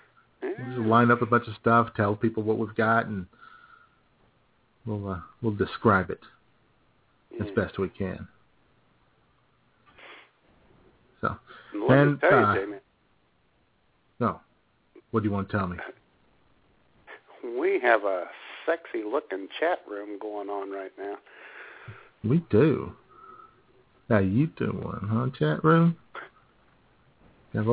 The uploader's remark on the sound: Holds a live, on-air Cinco de Mayo party. Take your phone calls.